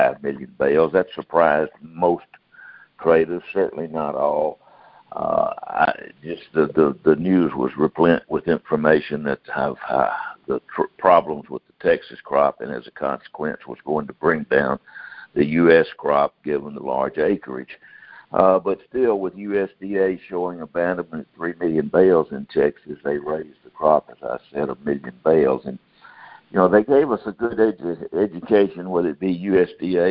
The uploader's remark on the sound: August 2018 Monthly Conference Call